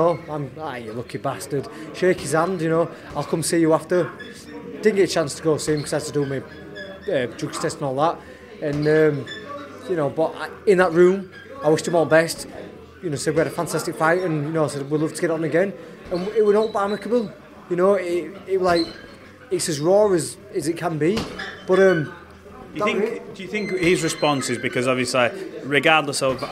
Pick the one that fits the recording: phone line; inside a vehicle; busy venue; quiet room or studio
busy venue